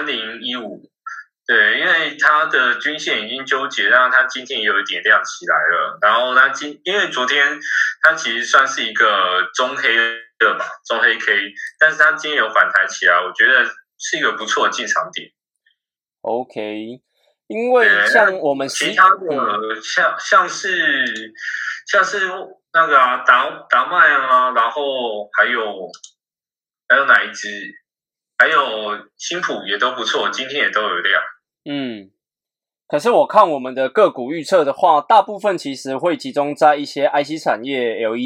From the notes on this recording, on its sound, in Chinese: 我們這次用遠端來錄音。音質聽起來不是很優。